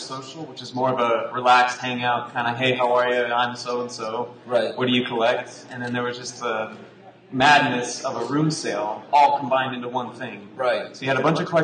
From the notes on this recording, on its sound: The sound quality is a bit rough, and most of the room sale audio was lost. Our market watch is taken exclusively from data collected at the convention.